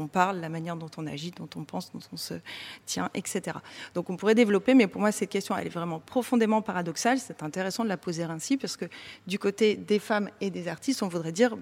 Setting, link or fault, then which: setting, busy venue